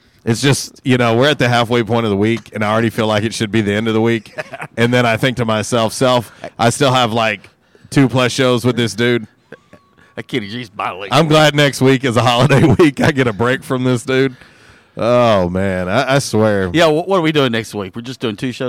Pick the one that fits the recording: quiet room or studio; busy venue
busy venue